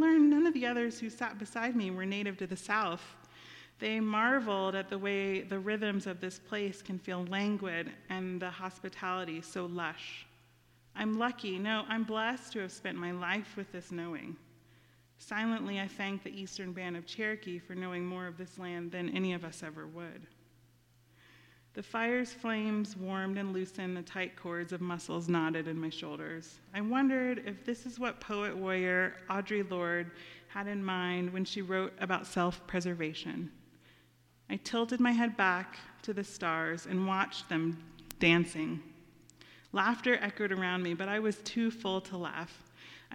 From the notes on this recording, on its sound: Our Friday audio residency from the stage of Story Parlor , in West Asheville.